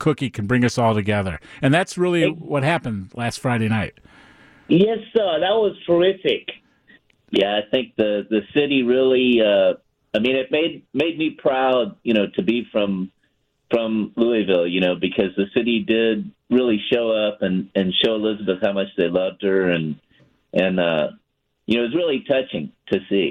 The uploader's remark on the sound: joins the conversation over the phone